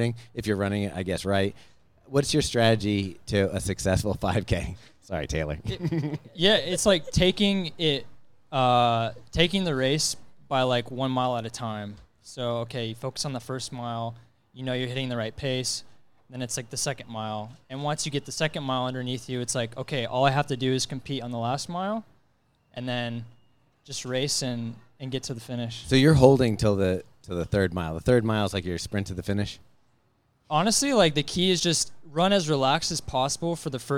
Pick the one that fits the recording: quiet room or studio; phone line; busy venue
busy venue